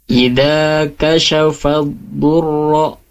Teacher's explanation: idza kashafad durro itu seperti dal tapi tebal · Term: huruf do bertasydid